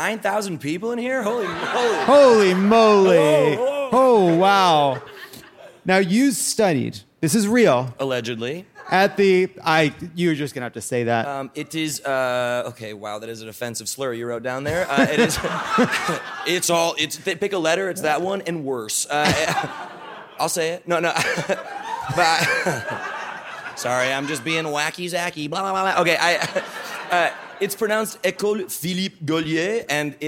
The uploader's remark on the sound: a brand-new episode, live from The Lodge Room in Los Angeles